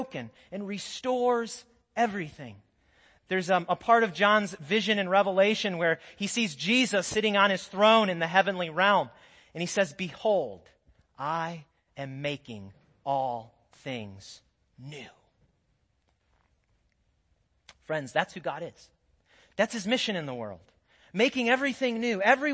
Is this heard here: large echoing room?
yes